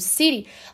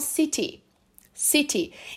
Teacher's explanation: no Reino Unido, o som do T, como a gente conhece no português, né, ele é bem mais definido, ele é bem mais presente · Shown in: second take · eles pronunciam realmente com som de T, como a gente está acostumado